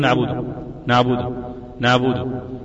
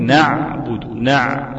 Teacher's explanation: العين الفصيحة أعمق شوية من العين اللي ننطقها · Shown in: second take · احنا بنقول نعبده نعبده نعبده، بيبقى مقدمة شوية هي العين الفصيحة من وسط الحلق، انت بتوديها للأدنى.